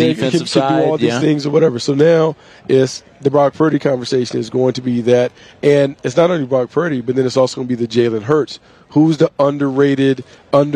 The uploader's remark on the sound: from the NFL Combine in Indianapolis, the Draft Show is live